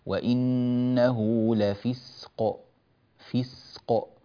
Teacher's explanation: إعطاء السين حقها وإعطاء القلقلة حقها عند الوقف على كلمة لفسق